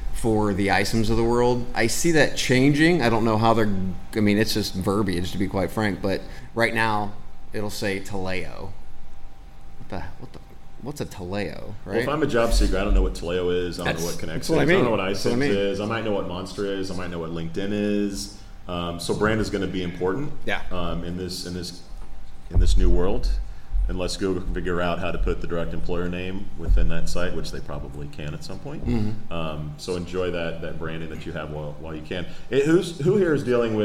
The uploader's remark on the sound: Live in Dublin for TAtech Europe.